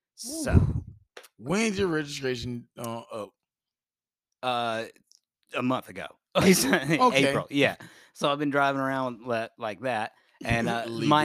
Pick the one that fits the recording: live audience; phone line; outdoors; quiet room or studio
quiet room or studio